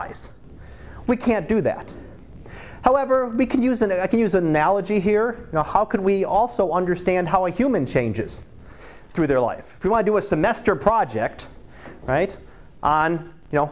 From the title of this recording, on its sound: Live Class Lecture